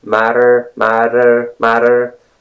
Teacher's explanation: It's flap T sound, which is pretty much same as the D sound.